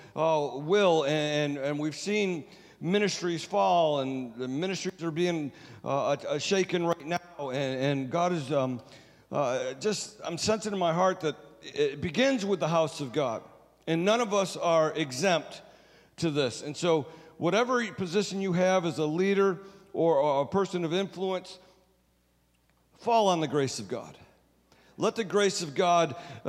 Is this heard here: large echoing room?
yes